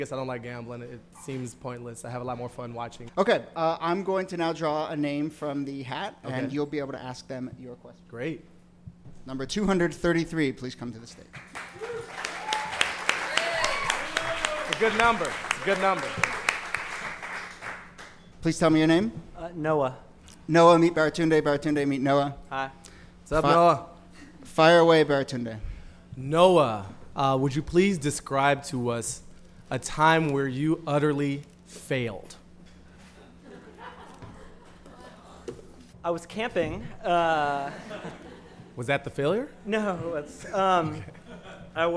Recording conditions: live audience